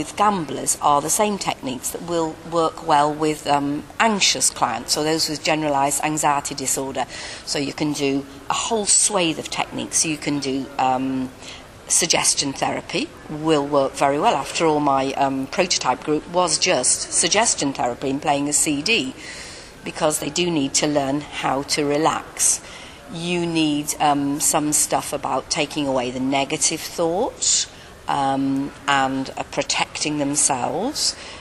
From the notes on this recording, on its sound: at the 2nd Annual International Hypno-psychotherapy Conference 2010